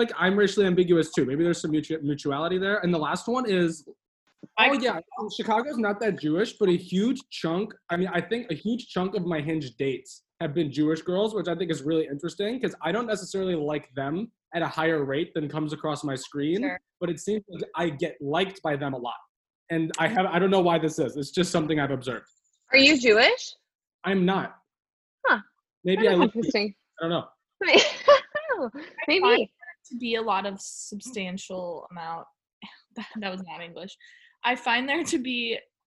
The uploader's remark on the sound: Second quarantine zoom date is in the books